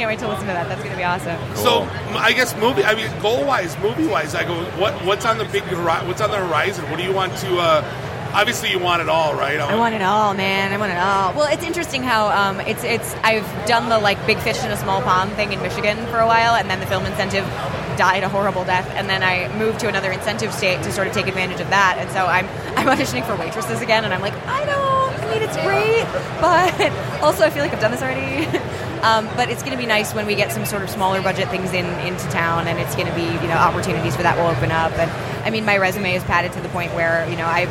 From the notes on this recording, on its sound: Live from Motor City Comic Con 2017